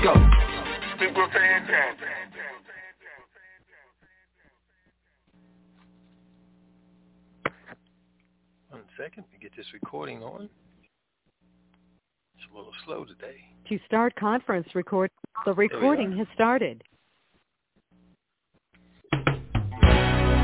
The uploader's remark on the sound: TNTSuperfantastic Conference Call